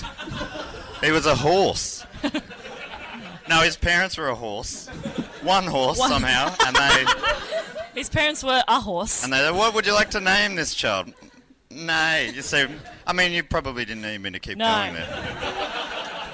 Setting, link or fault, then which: setting, live audience